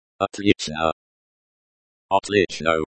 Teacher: Stress on the second syllable.